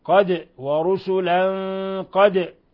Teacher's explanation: قوله تعالى ورسلا قد، تنوين فتح جاء بعده القاف الحكم التجويدي إخفاء حقيقي، ورسلا قد، ولاحظوا قلقلة الدال لأنها ساكنة